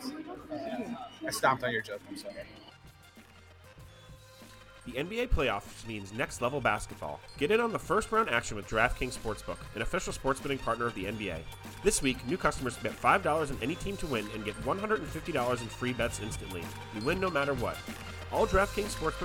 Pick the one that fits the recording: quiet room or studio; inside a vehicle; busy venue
busy venue